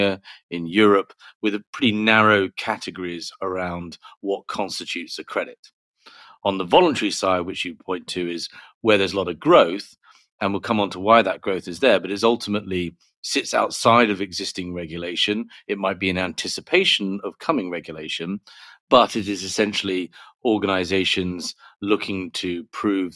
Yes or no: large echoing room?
no